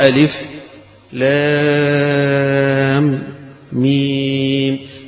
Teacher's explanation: ميم كذلك تمد مدا طويلا. يقرأه أبو جعفر ألف لام ميم، يقف على كل حرف